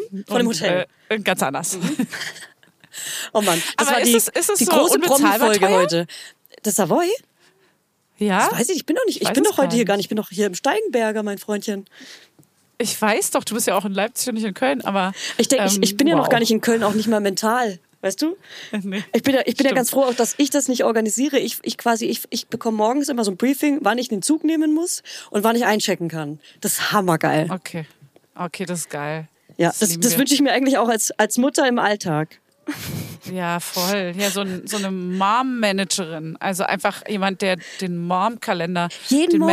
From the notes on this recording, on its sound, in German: wenn wir uns am Telefon updaten